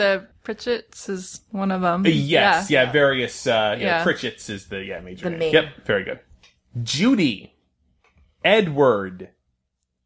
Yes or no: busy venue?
no